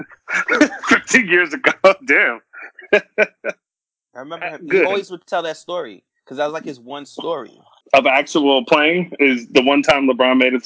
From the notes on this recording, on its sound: Sorry about the sound quality.